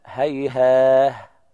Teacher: وقف البزي والكسائي بالهاء، هيها، هكذا على اللفظين، إذا وقف على الأول يقرأ هكذا، وعلى الثاني أيضا هكذا، هيها بالهاء، يقلب التاء إلى هاء عند الوقف عليه